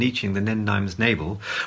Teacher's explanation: the sound T will be banned and must be replaced by the sound N